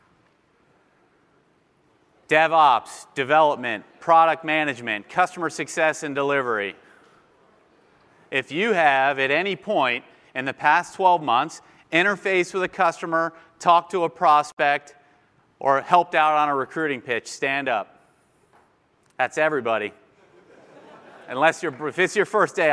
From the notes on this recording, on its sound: Keynote address at RQP3